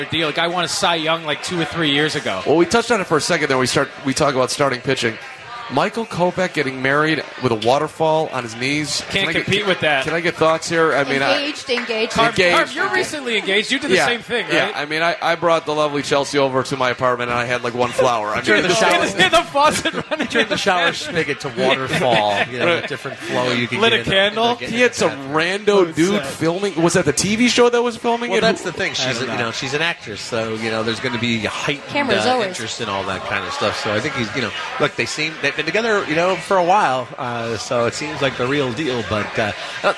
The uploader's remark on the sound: LIVE From Cork & Kerry